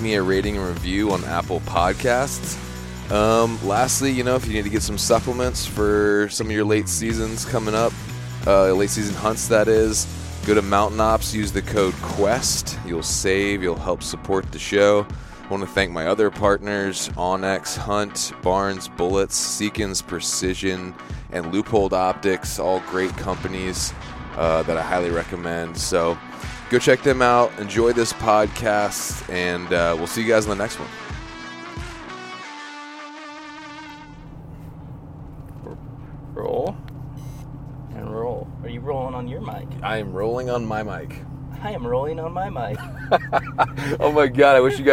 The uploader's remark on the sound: as we are driving down the road